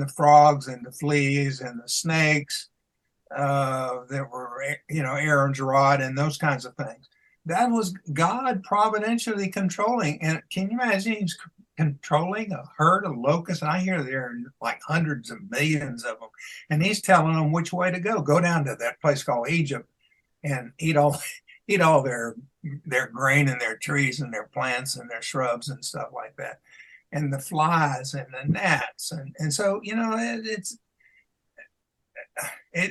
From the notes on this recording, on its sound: made an additional recording on Zoom